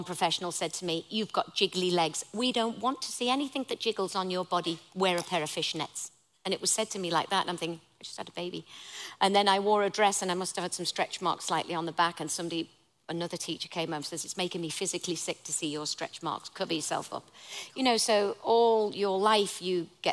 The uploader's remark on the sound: LIVE at Cheltenham Literature Festival